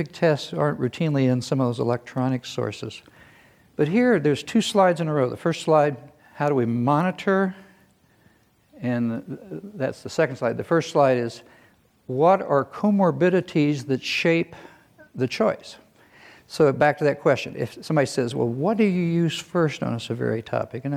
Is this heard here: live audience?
yes